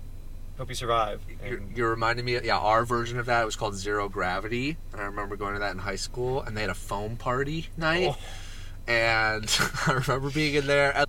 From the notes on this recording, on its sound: Car episode. We spent 30 minutes in the car before going to SOUND nightclub in Chicago.